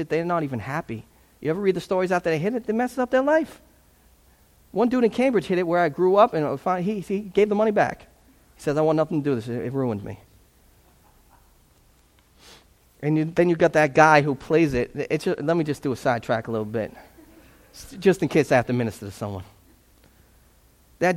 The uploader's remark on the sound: This sermon was preached at Restoration Road as a part of an Advent series.